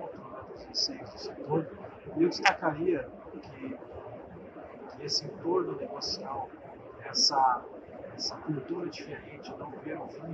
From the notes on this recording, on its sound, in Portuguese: Pedimos desculpa pela qualidade do áudio, que foi gravado em meio a ProWine.